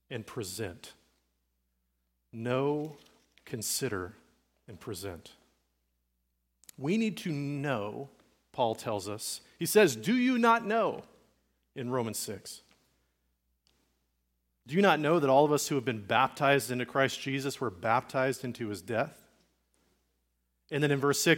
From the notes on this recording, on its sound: Recorded at Liferoads Church in Spokane, Washington